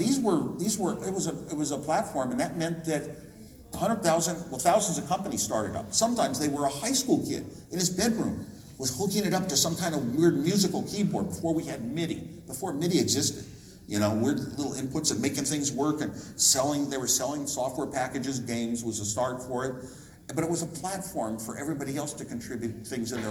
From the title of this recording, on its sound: LIVE at Crypto Invest Summit 2018 (part 1)